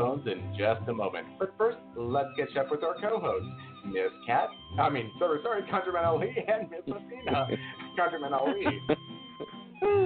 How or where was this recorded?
phone line